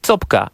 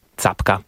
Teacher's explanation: samogłoska A jest wymawiana jako dźwięk pośredni między A a O · Shown in: first take · Stąd właśnie forma copka, a nie capka. · Term: pochylonym A